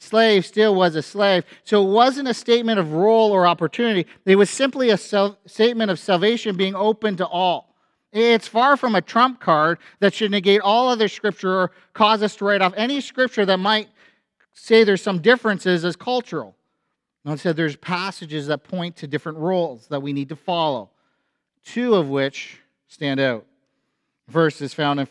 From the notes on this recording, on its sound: A sermon from FBC Church in Cobourg,